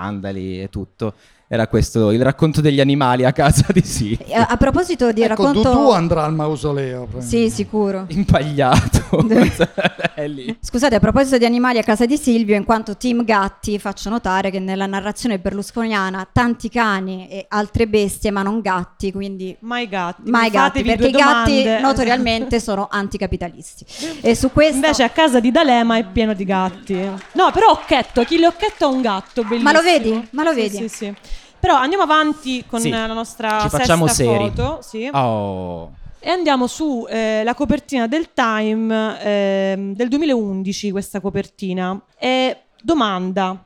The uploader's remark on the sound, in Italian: In questa puntata speciale LIVE in collaborazione con #Iconografie2023. Festival sullo spirito del tempo presente, la terza edizione del festival organizzato da Iconografie.